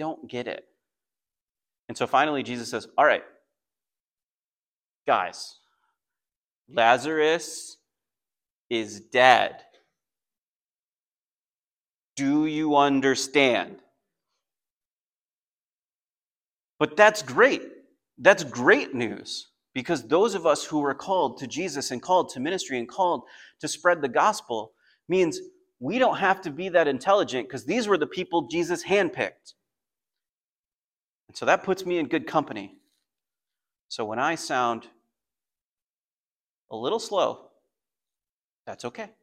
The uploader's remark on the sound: Message recording from Come to Life Bible Church.